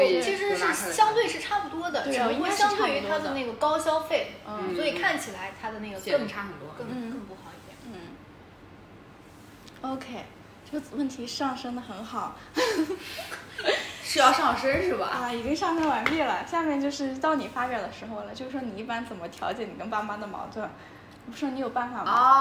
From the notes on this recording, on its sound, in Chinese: 第一期录制和剪辑都很粗糙